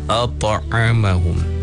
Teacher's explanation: huruf ta itu adalah huruf qalqalah. Jadi kena ada detakkan ataupun ada dipunya tempoh dia tadi, at'amahum.